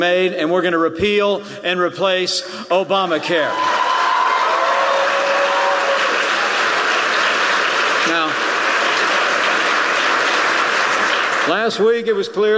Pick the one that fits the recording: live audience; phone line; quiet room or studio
live audience